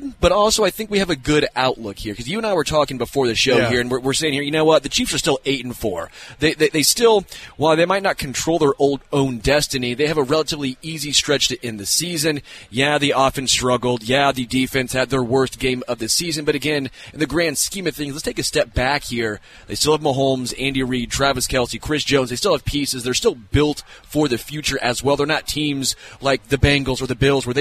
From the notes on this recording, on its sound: LIVE from Hollywood Casino!